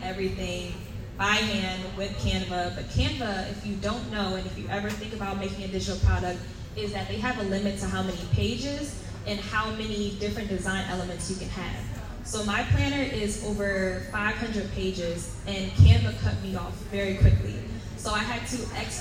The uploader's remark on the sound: LIVE from the Houston Hotties Social Hour Panel